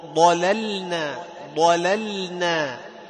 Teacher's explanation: تجعل تفخيم الضاد يطغى على اللام، تجعل اللام السفلة